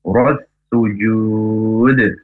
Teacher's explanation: huruf jim tengah lidah, tengah langit-langit, ya, ditekan kuat, tidak berdesis. Jadi bukan jud, tapi yud.